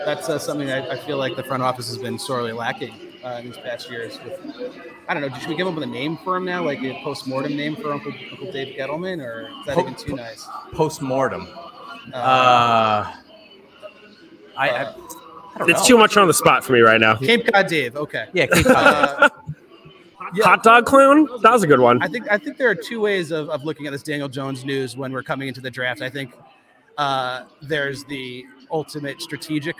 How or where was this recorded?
busy venue